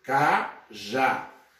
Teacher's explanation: Sílaba tônica, já. É uma oxítona, porque a última sílaba é a sílaba tônica.